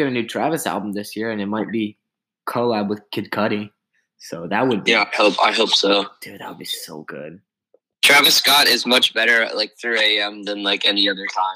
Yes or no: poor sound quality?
yes